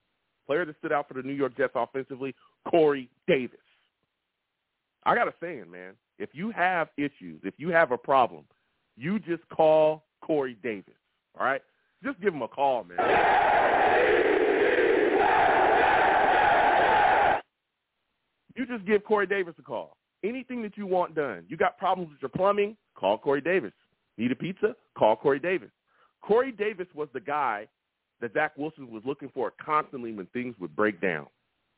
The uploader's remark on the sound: I also took live callers and they went wild!